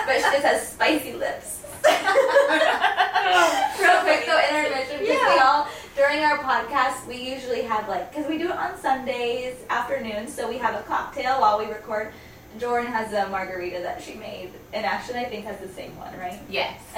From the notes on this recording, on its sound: Sorry about the video and audio quality this week